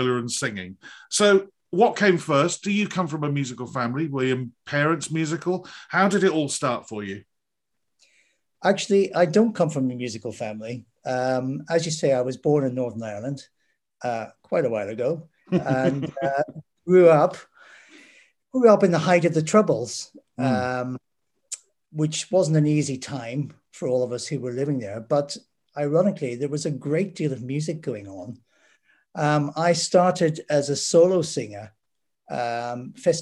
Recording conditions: video call